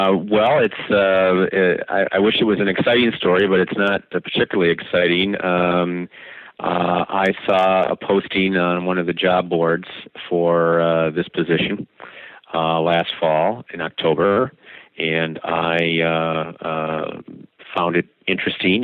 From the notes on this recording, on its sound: it was redone by telephone due to technical problems